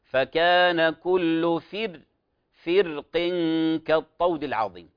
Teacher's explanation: كلمة فرق على رأي جمهور القراء ترقق